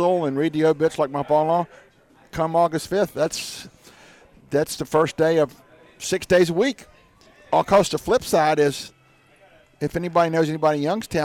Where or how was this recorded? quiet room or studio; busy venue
busy venue